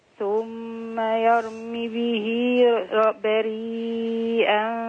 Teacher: يرمي به على طول ما فيهاش ياء